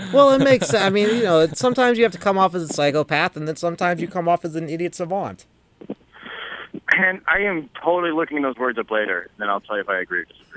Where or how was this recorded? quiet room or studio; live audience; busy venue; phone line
phone line